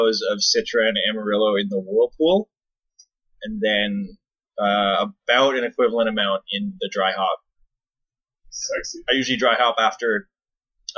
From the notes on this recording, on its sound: Apologies for the audio quality, as we are just transitioning studios.